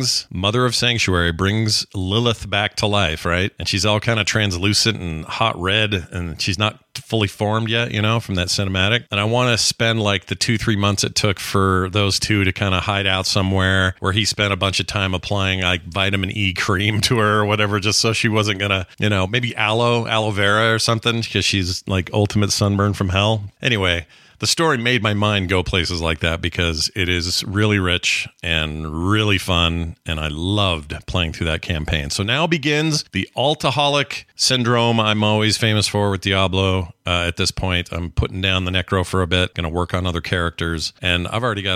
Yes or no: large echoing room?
no